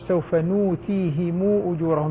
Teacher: بالنون مع إبدال الهمزة واوا مع صلة ميم الجمع بمقدار 6 حركات، لأن بعدها همزة قطع.